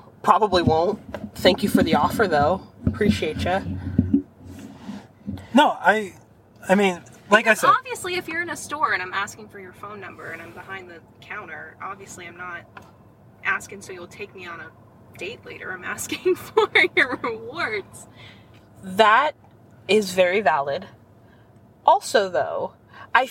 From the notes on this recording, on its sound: Our first lifestyle carcast of 2023